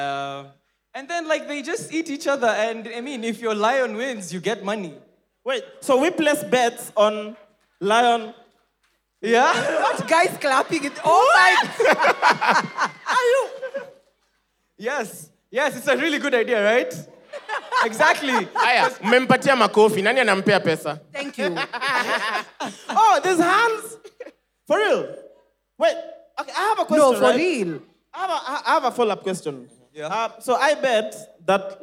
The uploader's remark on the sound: Cheque Mates hangout. The live audience recording.